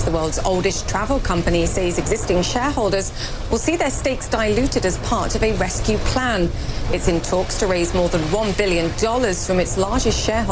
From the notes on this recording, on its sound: live from the New York Stock Exchange